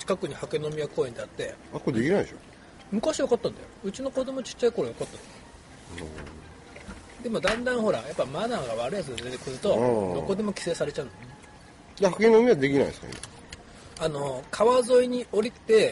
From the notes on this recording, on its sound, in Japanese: 熊本城の下でお花見しながら収録しました